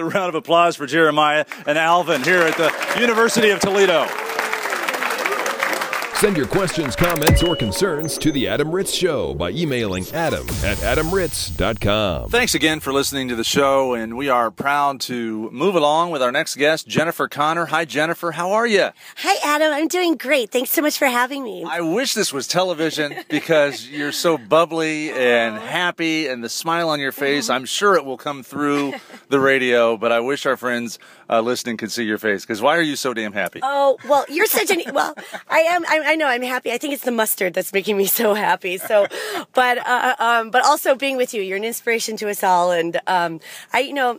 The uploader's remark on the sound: We begin in front of a live studio audience at Missouri State University.